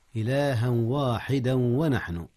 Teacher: التنوين في الواو، إدغام بغنة